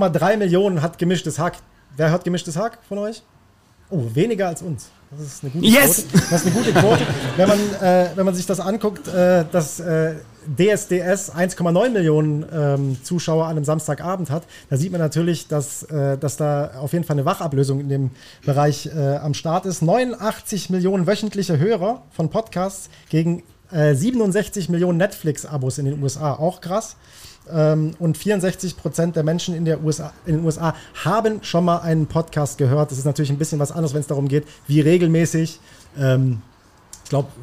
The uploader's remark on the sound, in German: Auch an unserer Jubiläumsfeier steppen. Und das mit Publikum vor der Nase! Der erste Live-Podcast in der Kavallerie-Geschichte und dann auch noch mit begrenzter Vortragszeit!